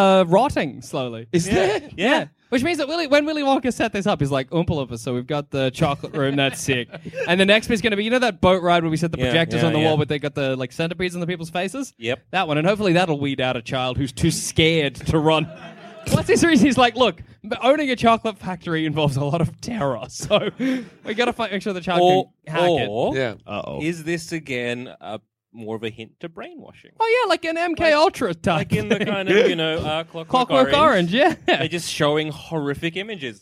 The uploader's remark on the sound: Recorded from Melbourne Fringe in 2017